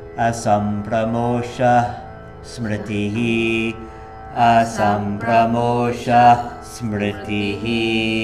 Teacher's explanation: when you see a Visarga in the middle, like Asampramosha, you want to give a little surge of air. Visarga means a surge.